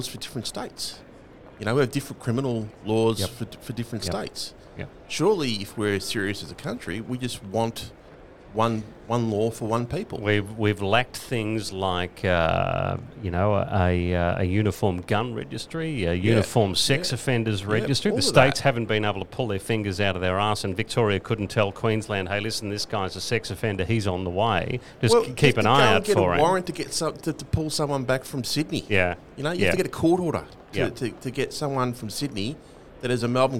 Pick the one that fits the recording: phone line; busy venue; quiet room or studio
busy venue